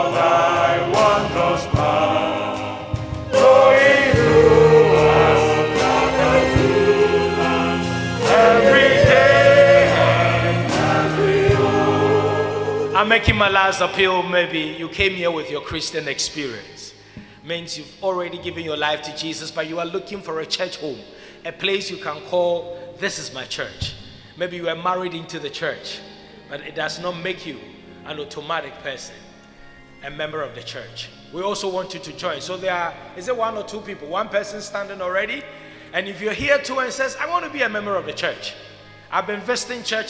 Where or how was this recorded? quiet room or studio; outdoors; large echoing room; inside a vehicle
large echoing room